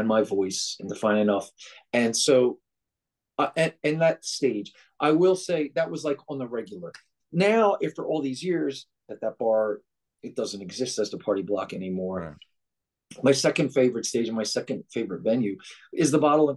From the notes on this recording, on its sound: Zoom conversation